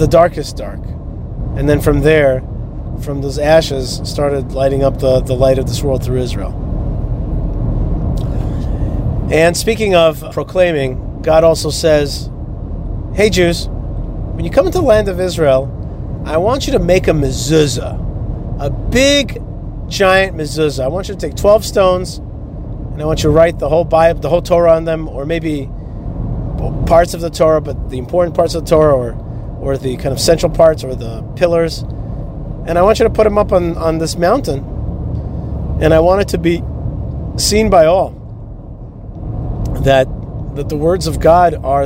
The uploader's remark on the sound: is driving down the highway in Florida